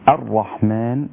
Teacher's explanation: الراء مشددة مفخمة قولا واحدا